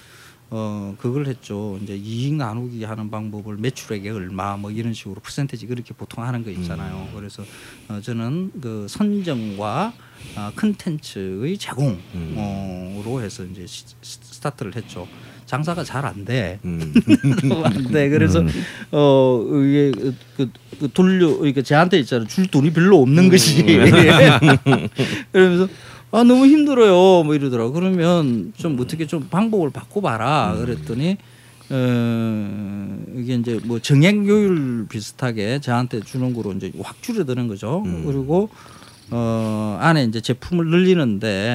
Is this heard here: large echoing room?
no